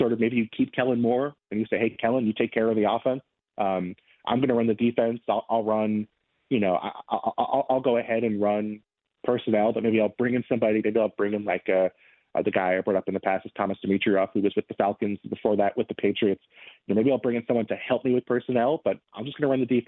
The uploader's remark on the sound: opens the phones and takes calls